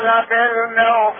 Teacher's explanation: لبالمرصاد الراء تكون ساكنة بعد كسر أصلي متصل بها، لبالمرصاد الراء تفخم